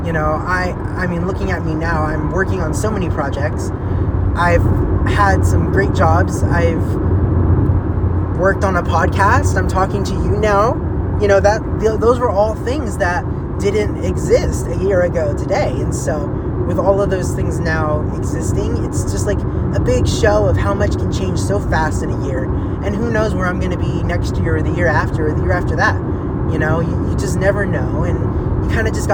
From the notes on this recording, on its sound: life updates while driving!